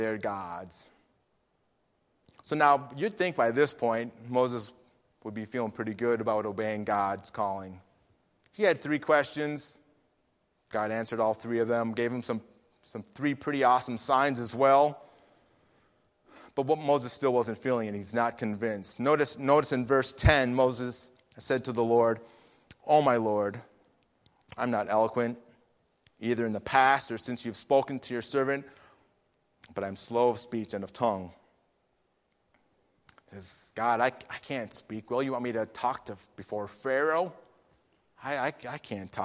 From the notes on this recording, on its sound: Faith Baptist Church in Hamilton, NJ.